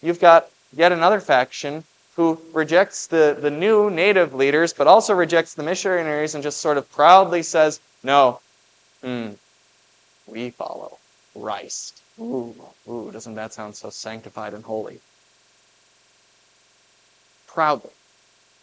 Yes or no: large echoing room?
yes